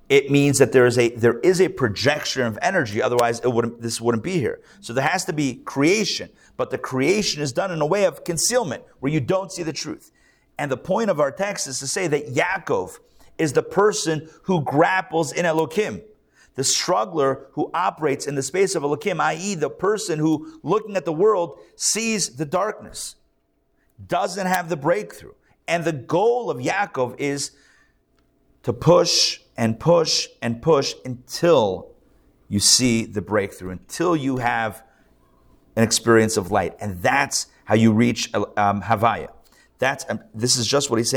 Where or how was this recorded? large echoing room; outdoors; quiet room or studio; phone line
large echoing room